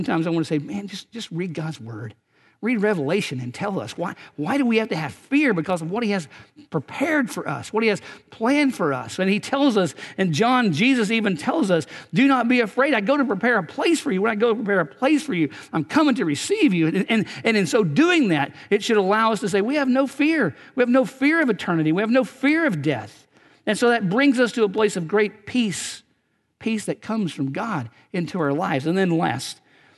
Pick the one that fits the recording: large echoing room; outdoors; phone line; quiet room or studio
large echoing room